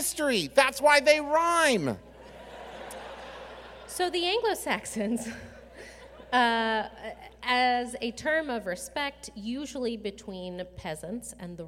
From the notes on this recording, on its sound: Sir and Ma'am (LIVE!). Our Birmingham LIVE SHOW.